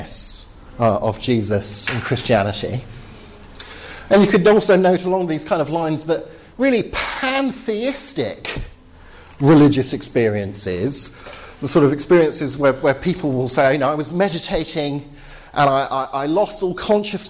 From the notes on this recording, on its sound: Final talk at the Reasonable Faith course, Highfield Church, Southampton.